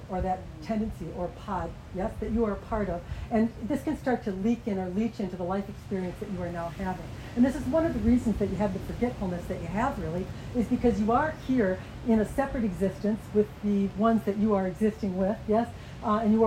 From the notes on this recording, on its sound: Turks and Caicos Group Session. Group Q&A while on vacation, apologies for background noise while outside.